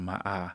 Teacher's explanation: You know, or the way he pronounces his I's. You know, to say my eye, he says, you know, my ah, that is African-American · Term: monophthongization